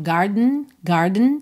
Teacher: Esse E da palavra garden não é uma vogal muito pronunciada, você não diz garden, garden.